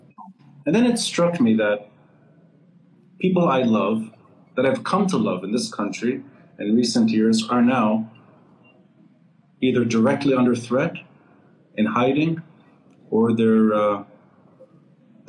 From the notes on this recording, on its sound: This is the audio from our conversation on Instagram Live.